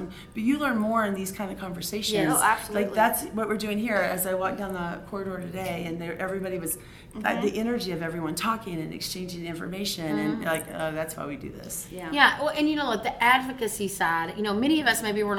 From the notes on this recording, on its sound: In the virtual Lemonade Stand, we are live from Service Nation's International Roundtable in Nashville, TN.